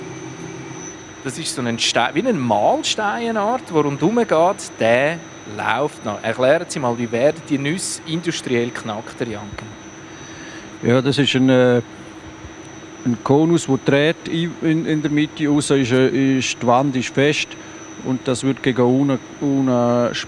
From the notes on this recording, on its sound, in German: Die Sendung «Trick 77» ist live vor Ort